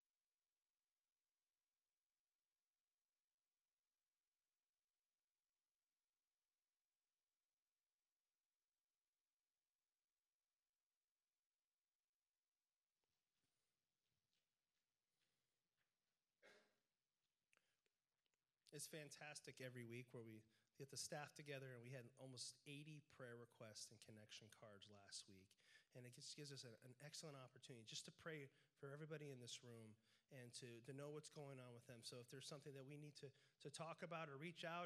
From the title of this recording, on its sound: Worship Service - Audio